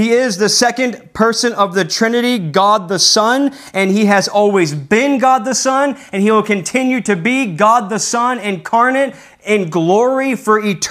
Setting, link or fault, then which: setting, large echoing room